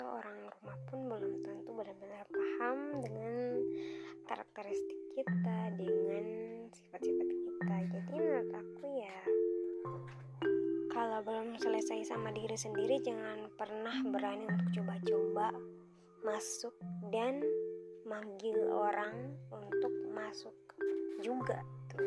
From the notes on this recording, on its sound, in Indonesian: sedikit ada noise suara ya